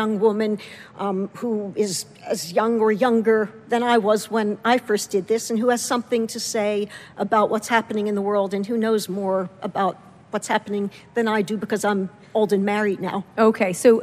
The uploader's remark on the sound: at the 2017 edition of Werk It, WNYC’s women-in-podcasting festival